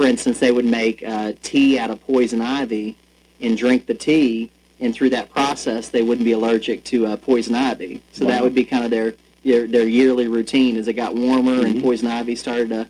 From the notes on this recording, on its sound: Sorry for the audio quality. We are working on fixing our recording equipment.